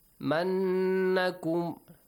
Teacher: Noon with shadda. Extend the sound. It's called gunna, right? Nasal sound.